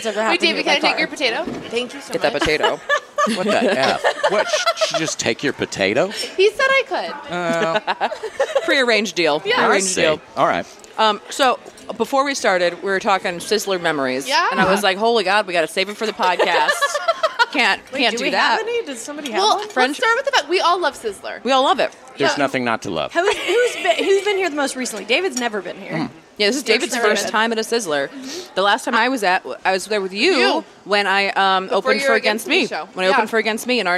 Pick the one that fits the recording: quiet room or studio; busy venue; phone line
busy venue